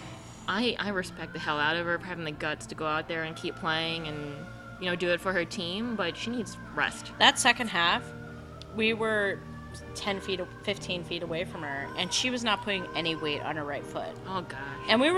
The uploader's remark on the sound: We're live! We recorded in the same bar for the first time since the first episode.